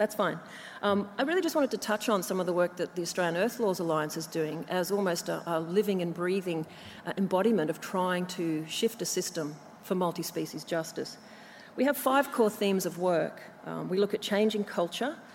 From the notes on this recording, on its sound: from the 'Environmental Justice 2017' Conference, held at the University of Sydney (6-8 November).